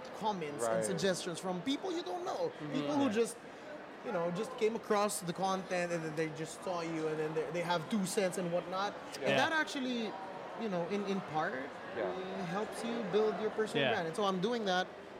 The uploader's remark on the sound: We are recording live from FAHM Mania 3 in Plaza West Covina. We have the opportunity to be part of this Filipino Festival and we decided to have some fun with everyone here by playing games and shooting some live podcasts.